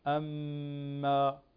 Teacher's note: فالميم هنا مشددة تغني بمقدار حركتين